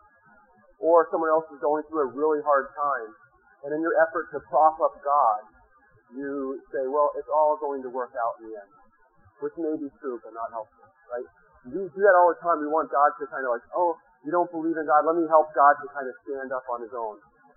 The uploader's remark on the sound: In this sermon audio, which was rescued from a very bad recording.